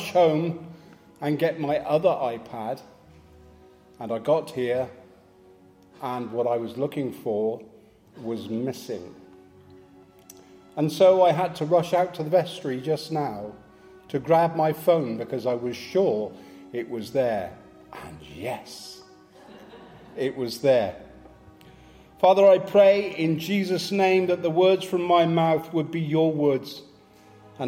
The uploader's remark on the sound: Live from St Matthews